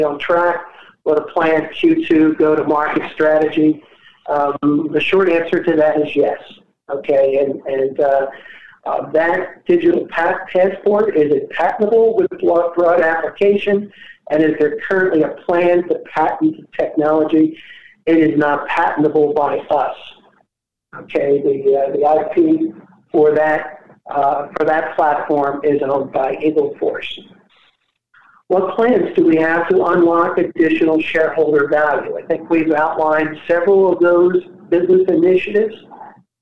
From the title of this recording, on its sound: Progressive Care Shareholder Conference Call May 2021